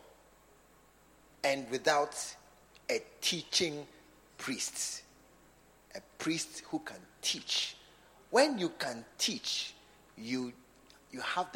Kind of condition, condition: setting, large echoing room